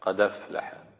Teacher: ذهبت الهمزة وانتقلت حركتها إلى الدال، قد أفلح، فحرك الساكنة قبلها. · Term: نقل